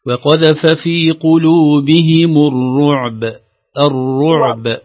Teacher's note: لو وقفنا على الباء أيضا فيها قلقلة